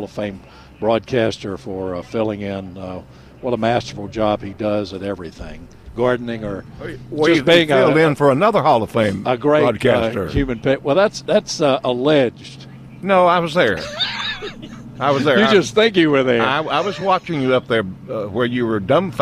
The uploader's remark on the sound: broadcasting live from Campbell Road Nursery